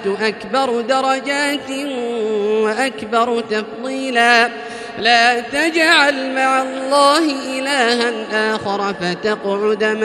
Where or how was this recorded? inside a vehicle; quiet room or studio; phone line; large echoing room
large echoing room